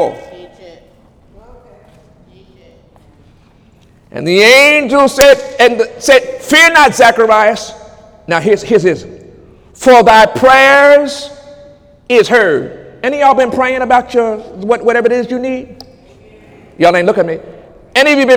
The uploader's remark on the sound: During Sunday morning service on April 15, 2018